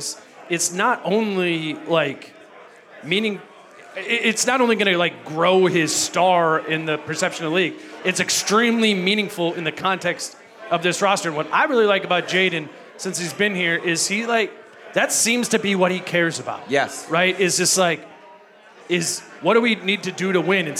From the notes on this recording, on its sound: At a PACKED Headflyer Brewing. Answer audience questions in front of a large crowd at Headflyer Brewing.